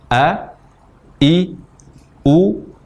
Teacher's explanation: Huruf hamzah kita ucapkan dari pangkal tenggorokan. Pangkal tenggorokan adalah pita suara kita.